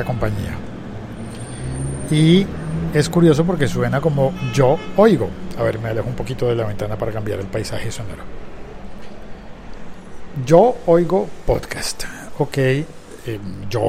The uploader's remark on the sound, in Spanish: Grabo este episodio en directo desde Gran Vía, en Madrid, España.